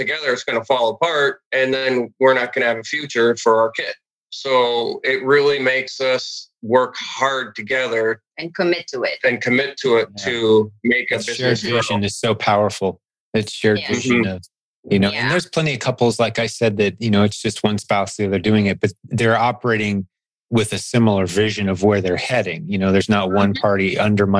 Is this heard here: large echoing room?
no